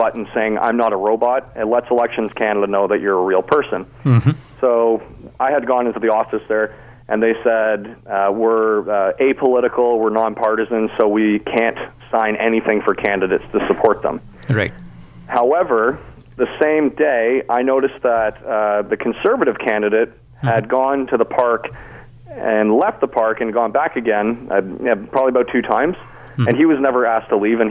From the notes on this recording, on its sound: He called into my talk show Mid Day Matters to provide details. This segment aired live on the day the writ was dropped.